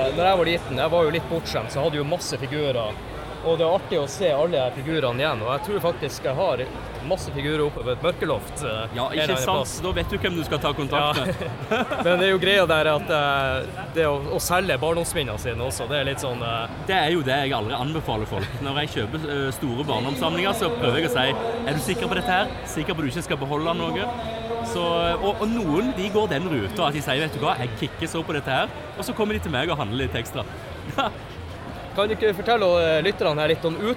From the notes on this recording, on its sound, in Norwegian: Tilbake til hvalfangerbyen Sandefjord for å delta på Retromessa! Zoom mikrofonen er pakket med som vanlig og vi snakker med alt fra gjester, utstillere, arrangører og mye mer.